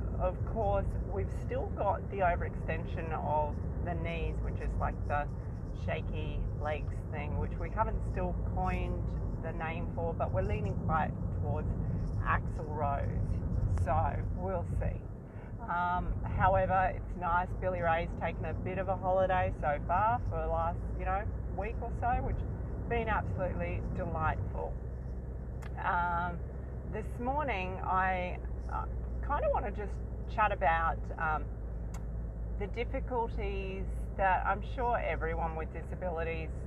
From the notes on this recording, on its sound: Here is one of my adventures, both on the way and immediately after the meet. I try not to over edit my episodes so excuse back ground noise.